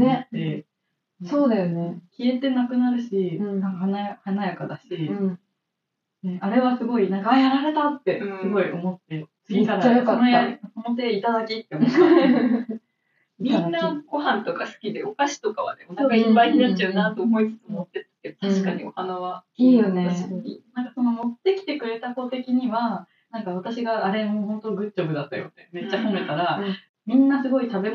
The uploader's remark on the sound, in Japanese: 機材トラブルのため、全体的に音声がこもって聞こえづらいです